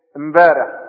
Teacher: الميم الساكنة بدل اللام الساكنة في ال · Term: يطمطم